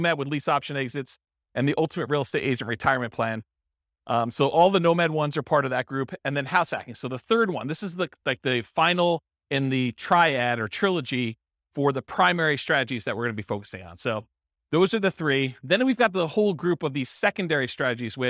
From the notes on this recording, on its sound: This was a live class recorded